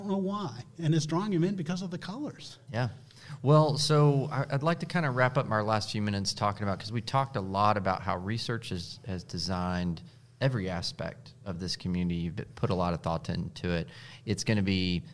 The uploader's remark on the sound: Recorded at Senior Living 100 Conference. Recorded at Senior Living 100 Conference.